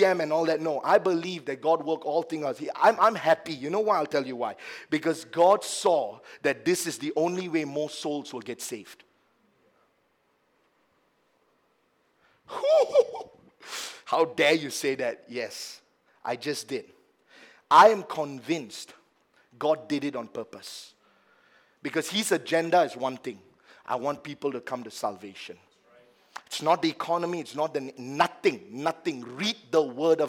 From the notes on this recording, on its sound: A message preached during our Sunday Evening service